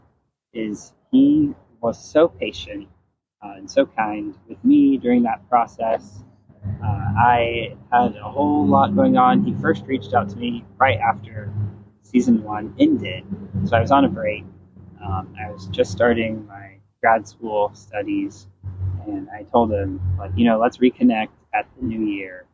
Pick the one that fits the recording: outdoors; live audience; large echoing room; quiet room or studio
outdoors